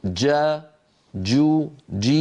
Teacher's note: الجيم الفصيحة صوتها محبوس، جا جو جي، وليست جا جو جي كما ننطقها في العاميات.